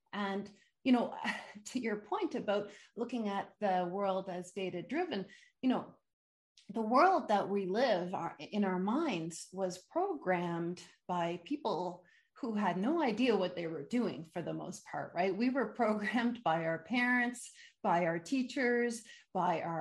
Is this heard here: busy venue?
no